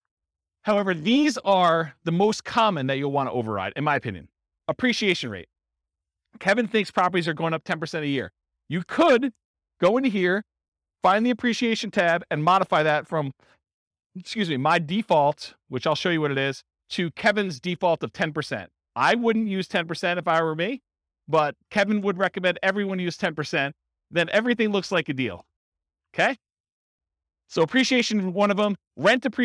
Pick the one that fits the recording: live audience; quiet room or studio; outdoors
live audience